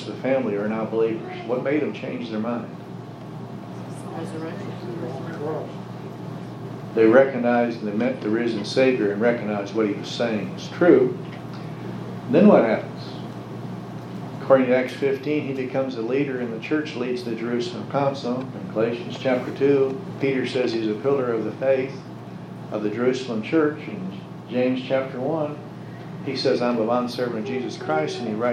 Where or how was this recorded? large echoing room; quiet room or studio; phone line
large echoing room